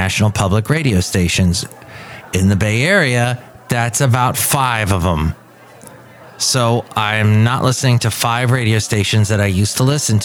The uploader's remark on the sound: Podcasts live from Café Anyway.